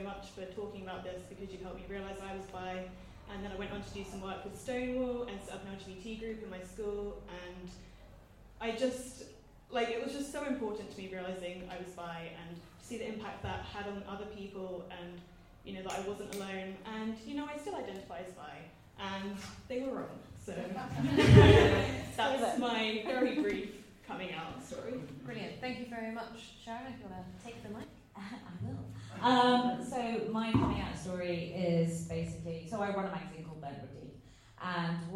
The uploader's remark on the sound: A recording of the panel Saying Good-bi to the Closet from Bi Pride UK 2019 .